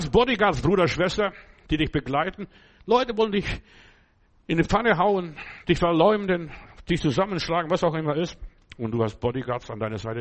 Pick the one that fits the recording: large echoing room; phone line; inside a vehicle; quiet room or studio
large echoing room